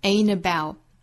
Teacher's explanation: ain't 这个词后面遇到元音的话，尾部呢直接这个 t 的音就没有了，在美音之中更多见哈。Ain't about how fast I get there.那这是辅元连读，还包括 t 这个音的不完全爆破。How fast I get